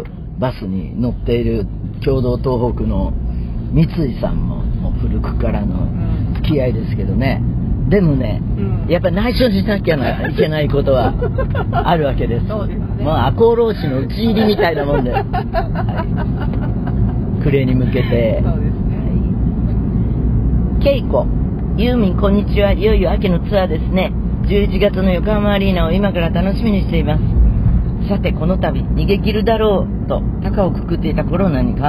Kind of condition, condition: setting, inside a vehicle